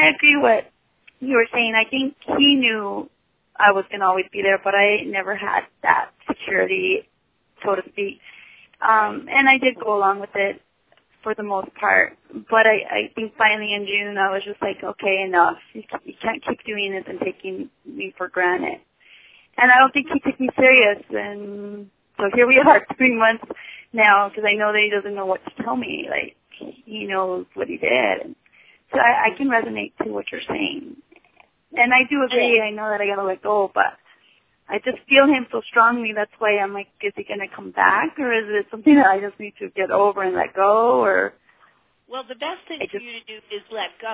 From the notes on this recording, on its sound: Take your calls on the air-LIVE!!! A live call-in radio talk show.